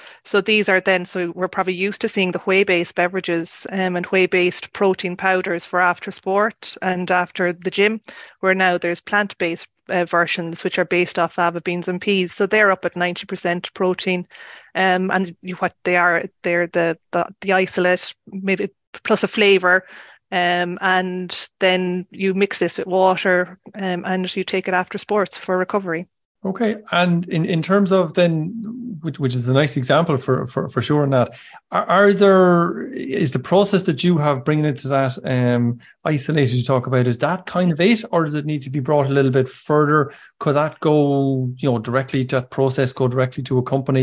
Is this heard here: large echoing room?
no